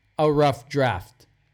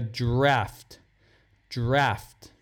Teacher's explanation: Close your mouth for the F and blend it right into the D